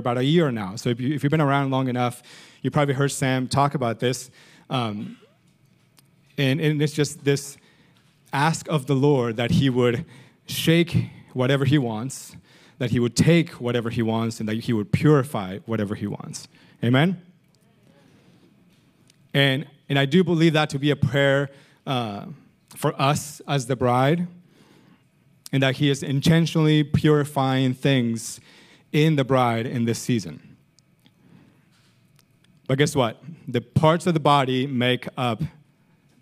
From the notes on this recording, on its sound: Recorded sunday evening service at Reunion Hawaii